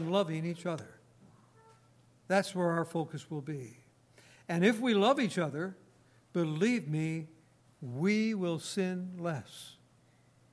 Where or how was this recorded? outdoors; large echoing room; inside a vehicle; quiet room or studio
large echoing room